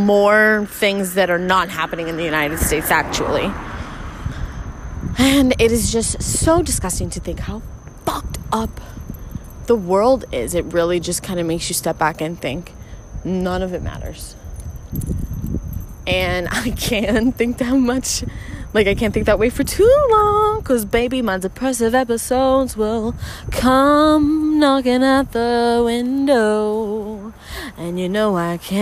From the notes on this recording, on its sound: A static rant while sitting in my car (apologies for some of that audio). A mic is on the way y'alll.